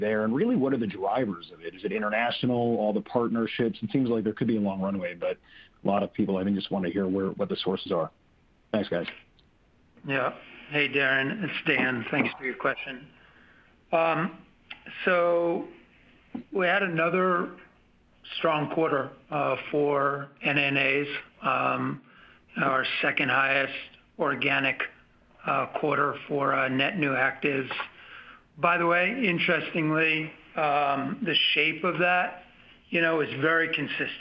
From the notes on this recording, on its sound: Q3 2020 Earnings Conference Call